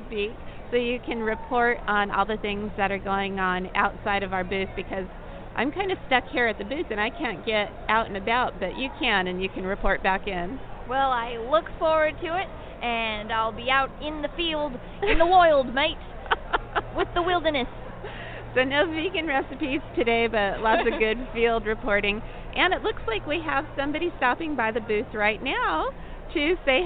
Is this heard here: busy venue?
yes